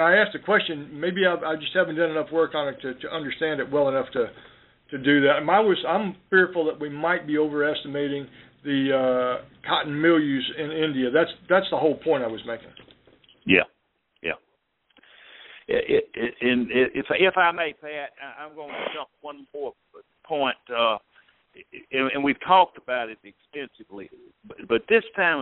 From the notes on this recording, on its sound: Ag Market Network's Monthly Conference Call